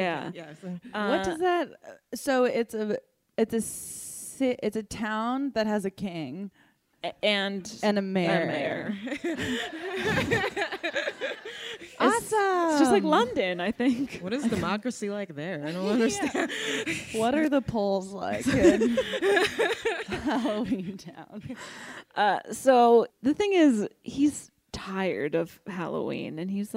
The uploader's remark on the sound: live episode recorded at Drafthouse Comedy Theater in Washington DC!